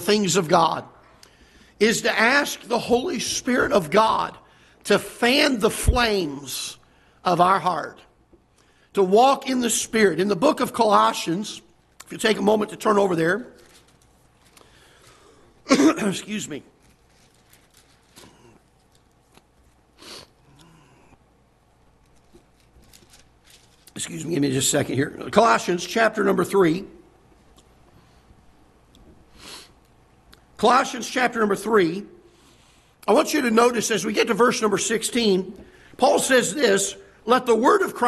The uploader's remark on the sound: Ketha Heights Baptist Church ~ Live Broadcast